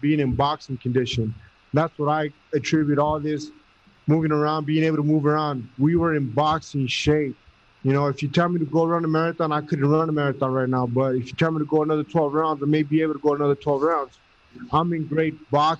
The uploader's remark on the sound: Post Fight Press Conference. In Carson, California.